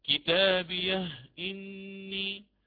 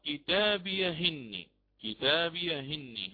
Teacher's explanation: حتى أبين عدم النقل يجب أن أبين سكون الهاء تحقيقها · Shown in: first take